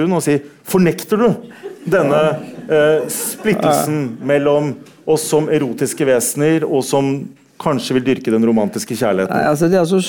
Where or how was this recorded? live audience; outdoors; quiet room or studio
live audience